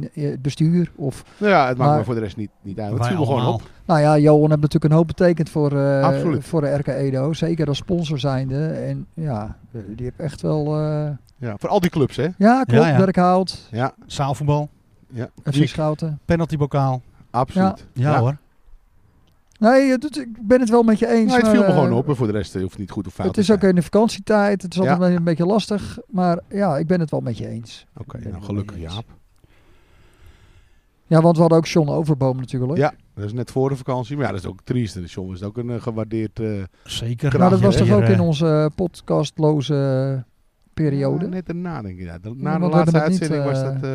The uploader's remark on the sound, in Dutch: De eerste aflevering van ons tweede seizoen is opgenomen in de buitenlucht. Vanaf het prachtige terras op de Krom met zicht op de velden.